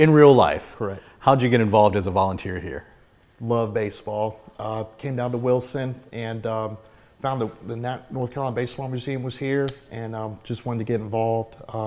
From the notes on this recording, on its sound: visits the North Carolina Baseball Museum in Wilson